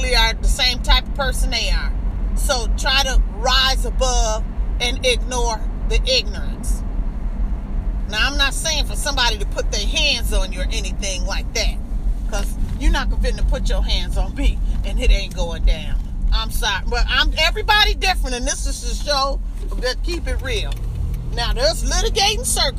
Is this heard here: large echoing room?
no